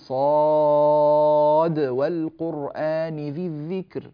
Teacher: فنجد أن عندنا صادا مفتوحة، لاحظوا عندنا صاد مفتوحة وألف مدية ودال ساكنة